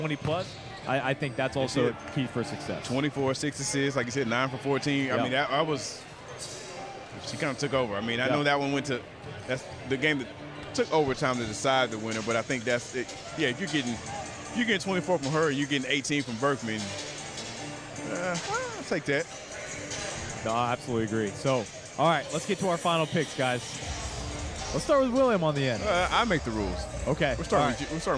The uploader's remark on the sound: Live On-Site at FGCU. The crew reports live from the Alico Arena in Fort Meyers, Fla.